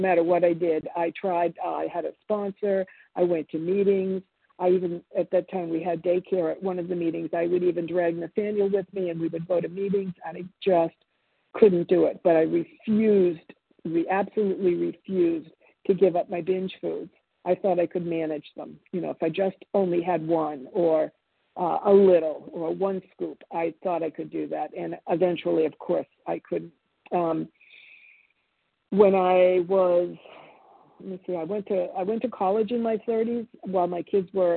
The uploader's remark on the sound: 100 Pounders Phone Meeting, 7/10/23.